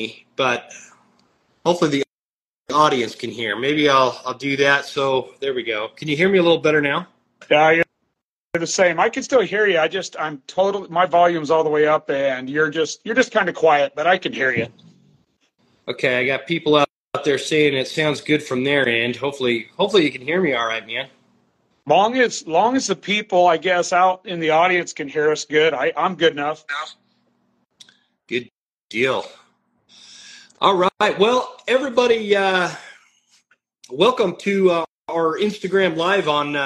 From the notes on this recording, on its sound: This episode is the audio from an Instagram Live session